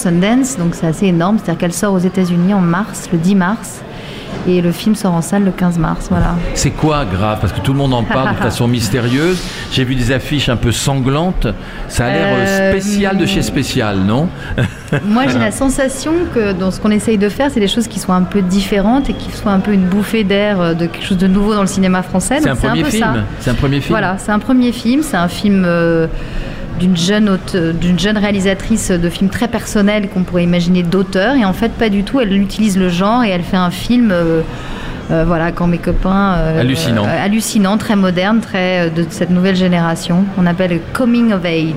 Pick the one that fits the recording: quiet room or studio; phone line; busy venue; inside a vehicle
busy venue